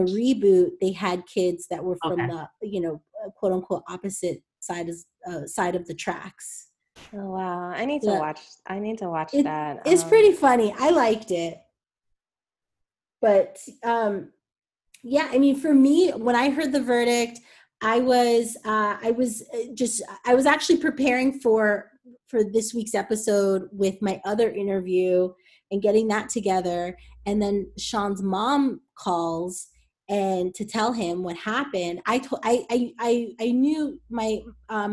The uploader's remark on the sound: Get on Zoom with me.